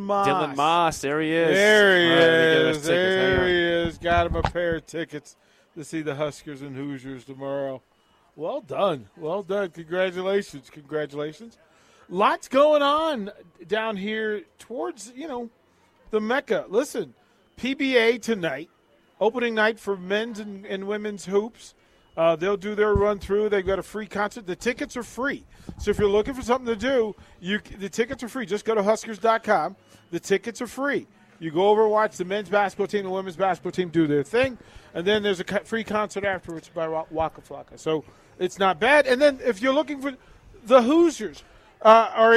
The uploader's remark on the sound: Live from Barry's